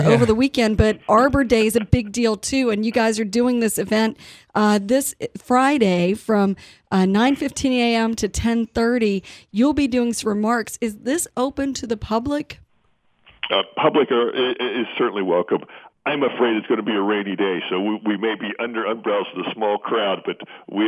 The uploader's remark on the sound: joined on the phone